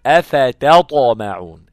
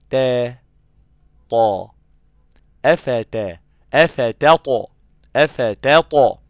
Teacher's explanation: مع اصول الثنايا العليا. عشان تميز الطاء عن الدال والتاء لازم تستعلي لسانك لفوق، تضرب عليها قوي